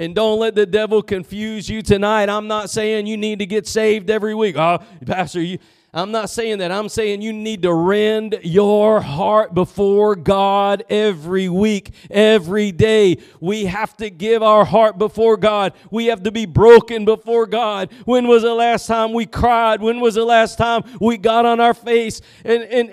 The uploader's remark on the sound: Preached at Gospel Lighthouse in Bossier City, La.